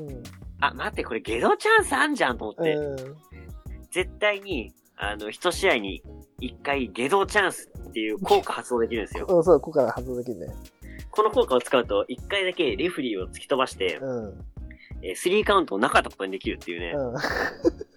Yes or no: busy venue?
no